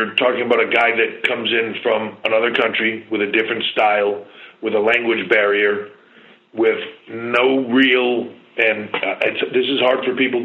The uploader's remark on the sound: customary pre NXT Takeover Conference Call